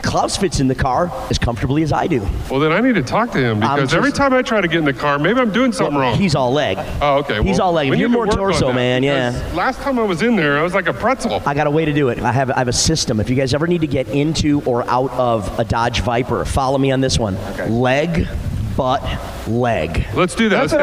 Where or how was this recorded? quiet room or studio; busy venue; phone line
busy venue